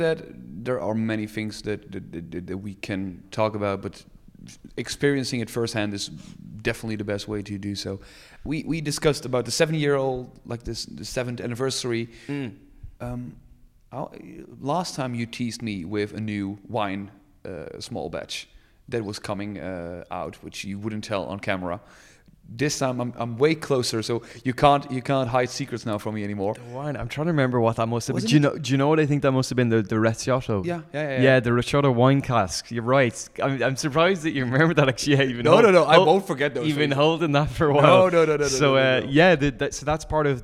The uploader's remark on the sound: He recorded his visit to the Teeling Distillery. While the two of them enjoyed a wonderful dram to celebrate Teeling’s 7th birthday.